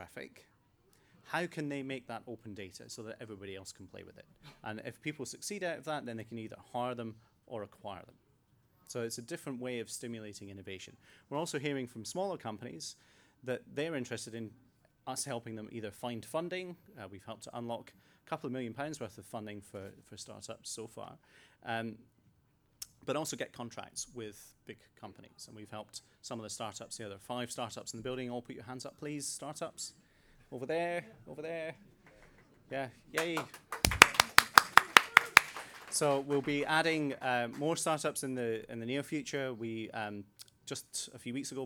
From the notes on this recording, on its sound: Met with and at the Open Data Institute to get to know one another. This is a recording of the speeches that took place.